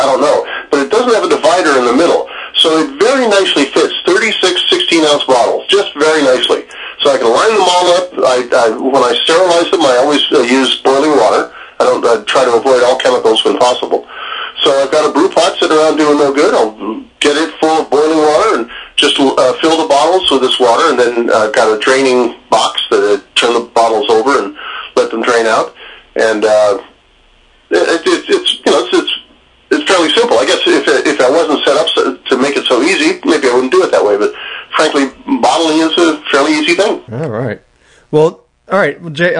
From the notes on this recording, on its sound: hit the phones